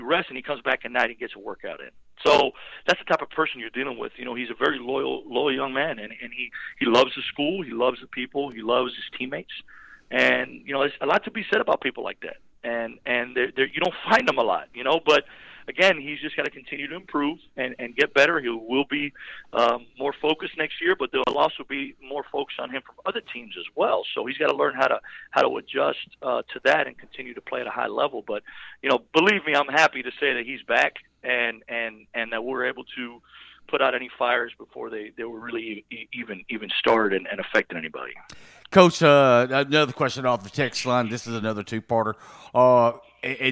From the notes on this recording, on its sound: LIVE on the Back In Action Hotline